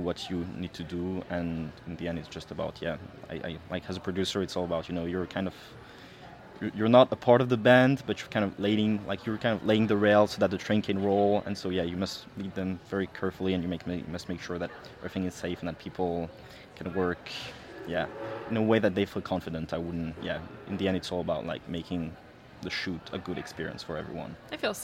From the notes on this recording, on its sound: AFI FEST Live. We are live, on-location at the TCL Chinese Theatre for AFI FEST 2023.